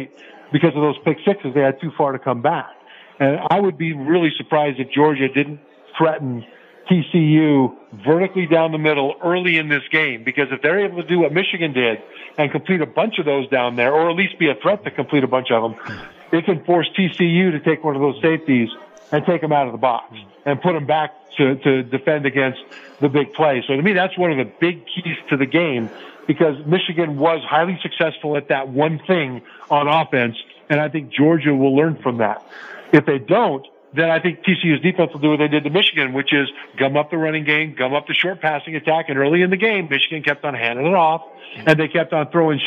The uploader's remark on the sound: Live from SoFi Stadium